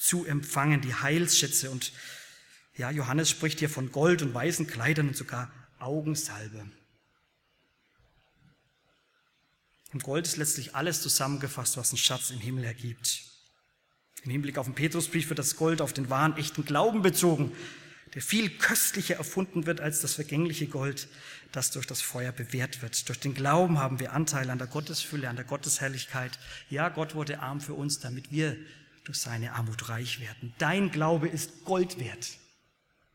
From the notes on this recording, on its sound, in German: aus dem Gottesdienst der Liebenzeller Mission